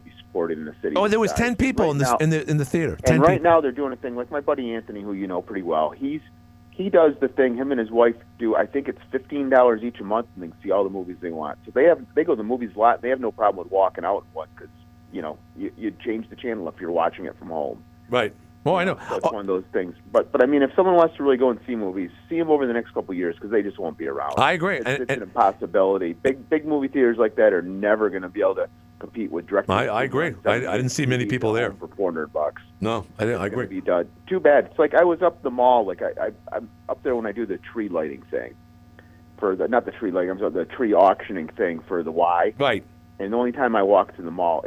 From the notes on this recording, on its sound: Called. Other callers chimed.